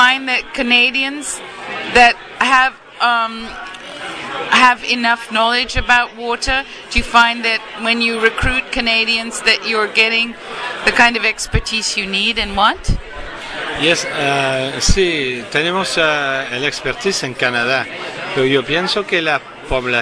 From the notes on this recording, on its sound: Excuse the backgrond noise as we speak at the Chateau Frontenac in Quebec City atthe end of a busy day.